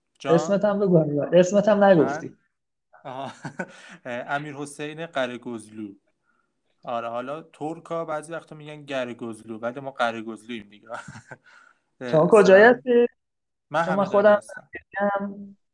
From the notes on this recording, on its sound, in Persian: جلسه پایانی چهارمین بوتکمپ دیجیتال مارکتینگ آکادمی اینفوگرام به مبحث پادکست اختصاص داده شد. این اپیزود به صورت زنده و آنلاین ضبط شده است و افراد حاضر در گفتگو در سه نقطه مختلف حضور داشتند.